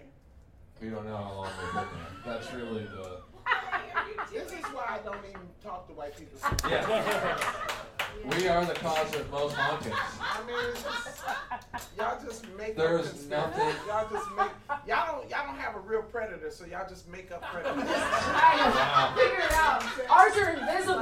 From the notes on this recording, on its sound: our live show